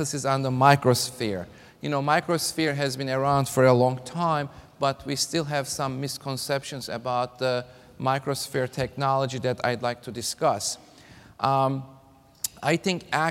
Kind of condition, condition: setting, live audience